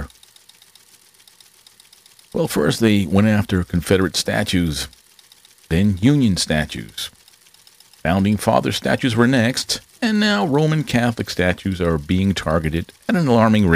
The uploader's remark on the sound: Excuse the background noise. A lot was going on during the recording.